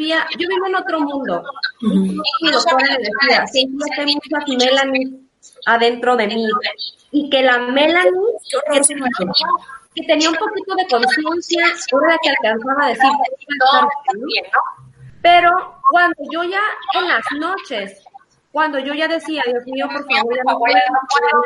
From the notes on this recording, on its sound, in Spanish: El audio de este episodio no es el mejor